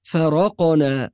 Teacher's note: والصواب أن الراء مفتوحة غير مشددة، فنقرأها فرقنا ولا نقول فرقنا.